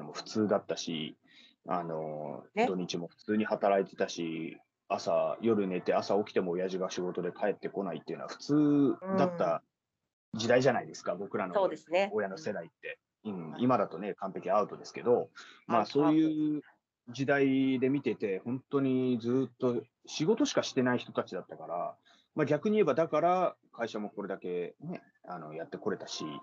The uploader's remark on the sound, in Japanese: teamsを用いてのオンライン収録のため、音声が聞き取りにくい部分がございます。ご了承ください。